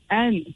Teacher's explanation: The hamza originates from the bottom of the throat. The noon holds a sukoon.